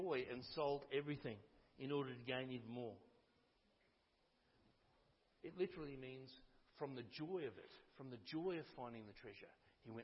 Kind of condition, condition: setting, large echoing room